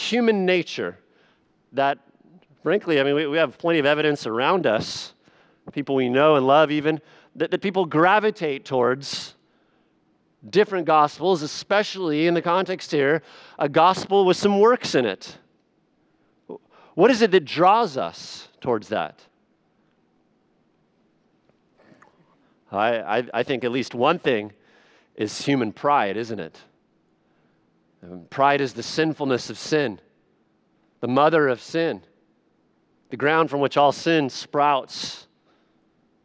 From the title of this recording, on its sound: Sunday Evening Worship Service